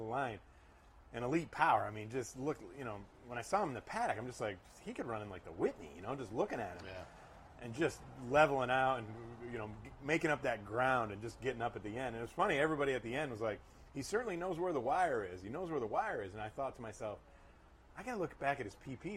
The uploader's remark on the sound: live from Saratoga Race Course